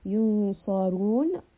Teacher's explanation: sad and ra in this case are both heavy.